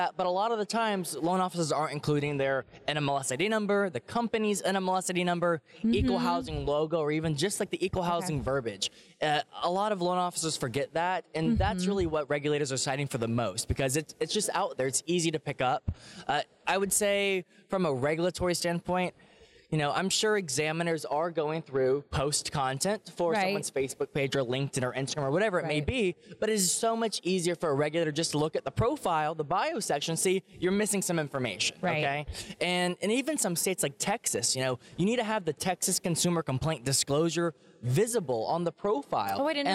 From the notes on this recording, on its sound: our conversation with industry thought leaders and experts at the Mortgage Bankers Association’s Annual Conference (MBA Annual 22) in Nashville, TN